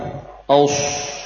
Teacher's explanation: diusahakan mulut kita tidak maju. Aus, ya, tidak ada gerakan majunya kedua bibir. · Term: shad